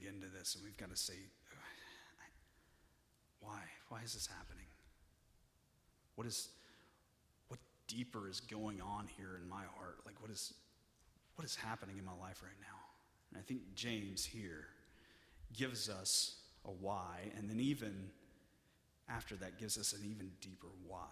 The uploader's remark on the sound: (Message Audio Only) During our Nexus service